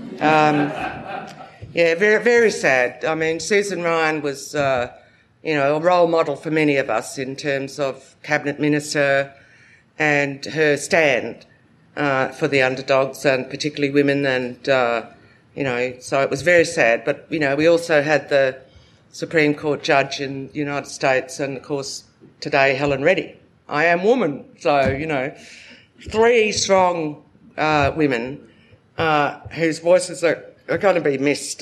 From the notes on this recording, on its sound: Recorded live at the National Press Club. We bring you the live recording of the ‘Australia and the World’ annual lecture.